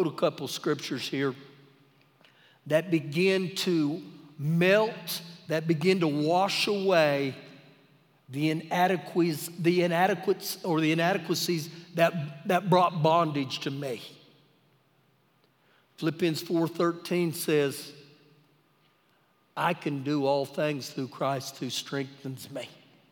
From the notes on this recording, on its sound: Recorded live during our Wednesday night service